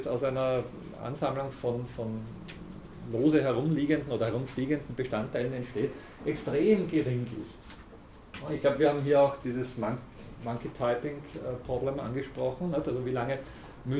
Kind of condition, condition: setting, large echoing room